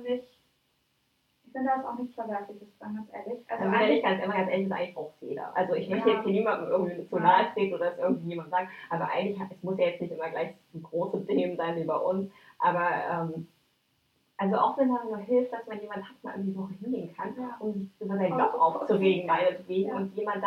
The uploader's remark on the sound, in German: Als wir unseren neuen Podcast zum Thema PERFEKTIONISMUS aufgenommen haben, ist uns doch einfach nicht aufgefallen, dass das Mikro gar nicht aktiviert war. Zur Überraschung aller, hat die Faszination über die gute Aufnahmequalität des Laptops überwogen.